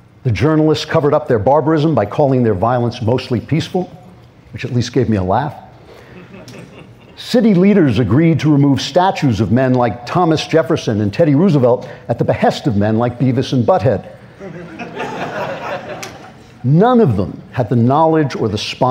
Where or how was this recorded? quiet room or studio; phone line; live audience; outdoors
live audience